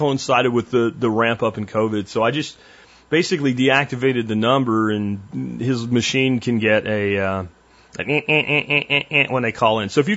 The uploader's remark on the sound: Listener Calls